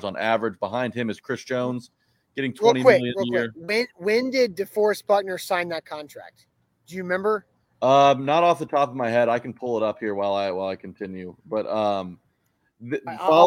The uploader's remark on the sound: LIVE outside the Saint Thomas Sports Park before Titans OTAs.